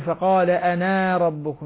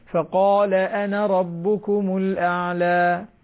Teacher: أنا تصبح بمقدار حركة واحدة فقط · Shown in: second take